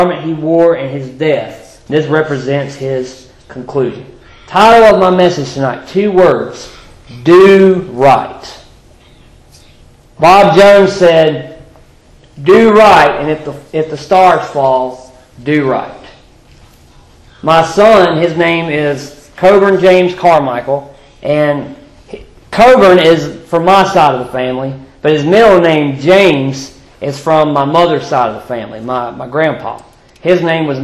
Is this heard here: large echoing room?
yes